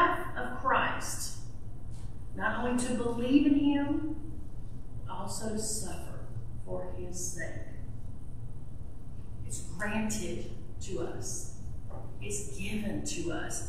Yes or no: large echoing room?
yes